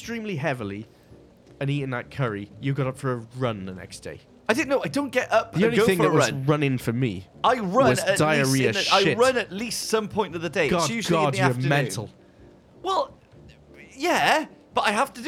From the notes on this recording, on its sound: while waiting for their festival meals to arrive at Kensington’s, a swanky restaurant located somewhere in the UK